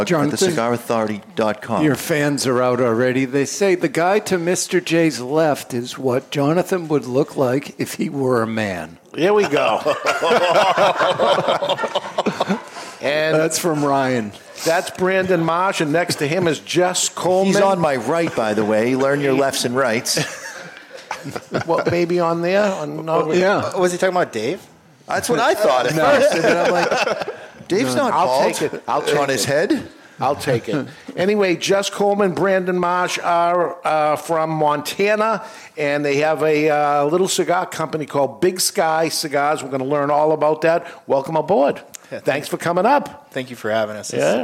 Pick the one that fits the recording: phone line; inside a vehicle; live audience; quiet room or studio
live audience